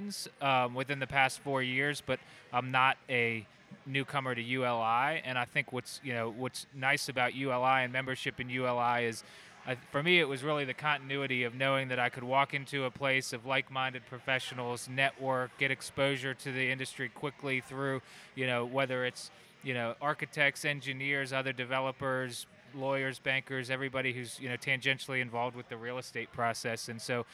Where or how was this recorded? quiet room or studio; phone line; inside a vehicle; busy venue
busy venue